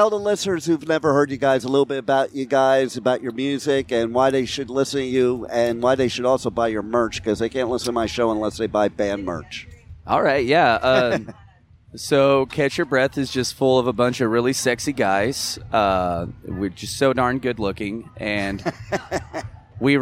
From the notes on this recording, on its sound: At Blue Ridge Rock Festival 2023.